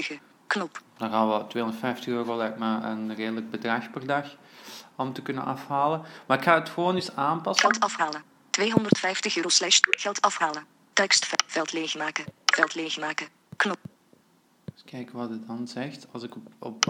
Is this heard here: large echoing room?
no